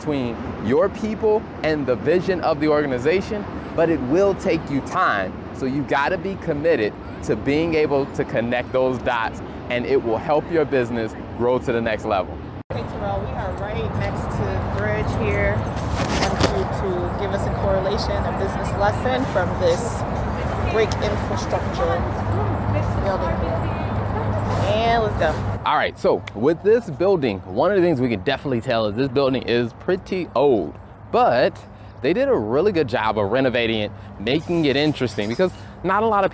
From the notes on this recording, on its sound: Brought to you from NYC. We are walking around Brooklyn New York, USA.